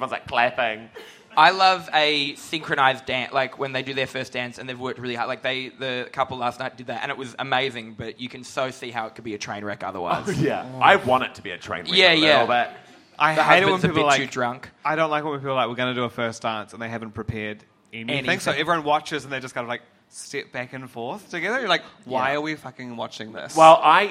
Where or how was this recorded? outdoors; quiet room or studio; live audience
live audience